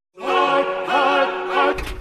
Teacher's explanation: The h gives it a beginning, the aspiration, but the rk, the R would have been more rolled in Elizabethan England than we do today.